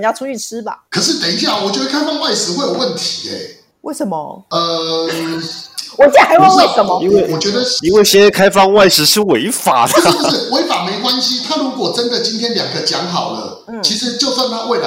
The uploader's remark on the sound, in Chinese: 請放下對音質的罣礙，帶著喜樂的心聽完它吧（合掌）。